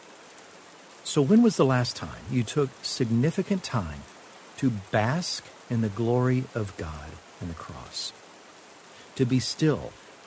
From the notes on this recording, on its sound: Relax to the sounds of rainfall.